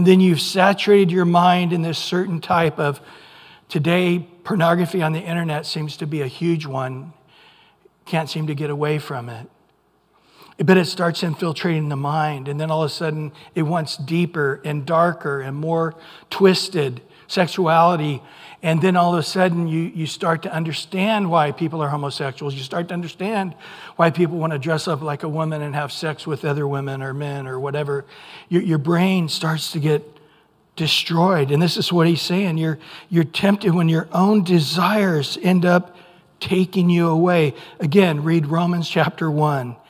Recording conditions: large echoing room